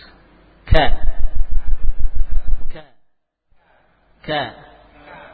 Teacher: Namun pangkal lidah bukan yang paling belakang, melainkan pangkal lidah mendekati bagian tengahnya, nempel pada al-hanak al-azmi, ya, menempel pada bagian langit-langit yang sudah mulai apa mengeras. · Term: huruf kaf